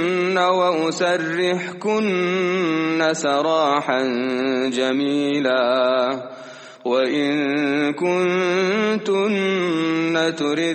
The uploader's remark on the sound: at the Houghton Masjid (West Street)